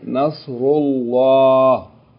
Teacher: since dhamma is preceding the word Allah, then we pronounce it heavy with tafkhim.